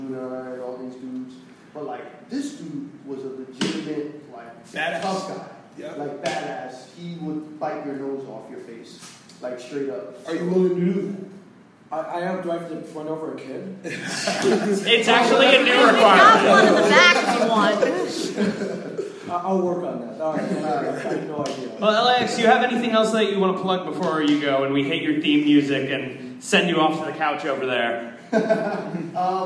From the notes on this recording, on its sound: ADULTish LIVE! AT THE PIT! AFTER THE NYCC! New York Comic Con shut its doors at the Javitz Center but at The Peoples Improv Theatre the party kept bumping with The ADULTish Podcast's first live show.